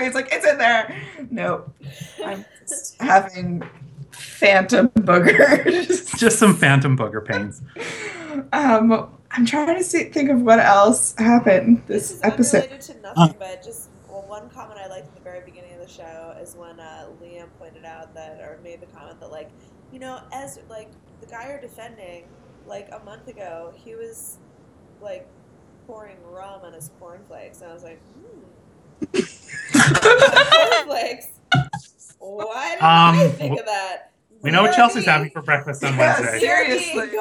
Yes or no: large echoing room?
no